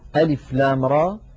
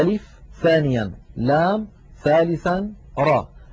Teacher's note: أما ألف فلا مد فيها، وأما لام فالمد فيها لازم حرفي مخفف بمقدار 6 حركات، وأما را فمد طبيعي وهو بمقدار 2. هذه هي المدود الموجودة في ألف لام را في أول سورة إبراهيم، وفي غيرها من السور تؤدى بنفس الطريقة.